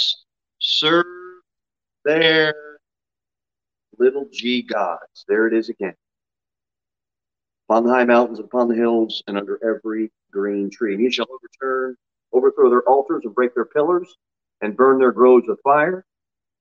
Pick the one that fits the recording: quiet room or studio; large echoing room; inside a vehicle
large echoing room